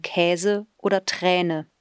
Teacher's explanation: wieder ein langer Vokal, der aber von der Qualität eher dem des kurzen Ä entspricht. Das lange Ä haben wir zum Beispiel in Käse oder Träne. · Term: langes Ä